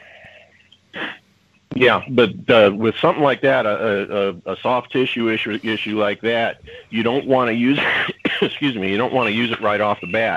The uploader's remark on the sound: Had some problems with Skype, I think, today and our ability to take callers. Skype to Skype calls could get through however so we had a good group.